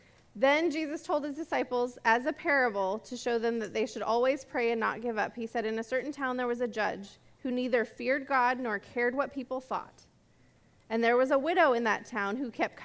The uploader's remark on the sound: This message was recorded at a Sunday service.